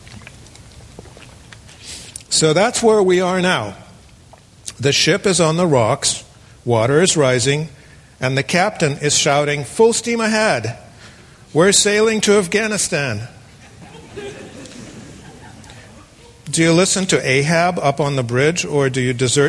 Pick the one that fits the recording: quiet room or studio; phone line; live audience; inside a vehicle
live audience